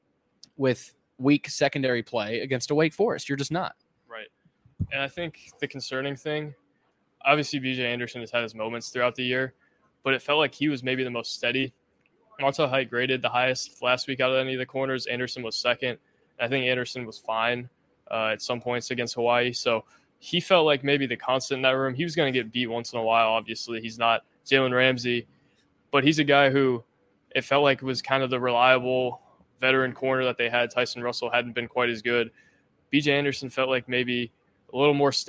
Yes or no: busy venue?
yes